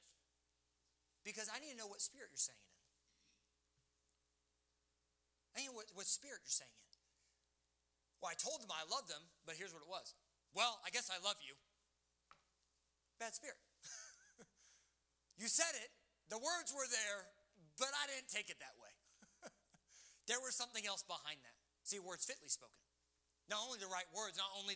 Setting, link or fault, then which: setting, large echoing room